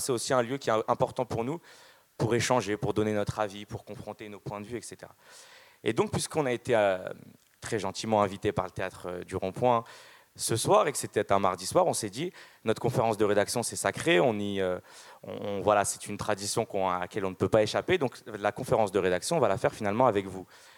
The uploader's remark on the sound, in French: C’est une conférence de rédaction interactive, en relation avec le public de la soirée. Salle Topor.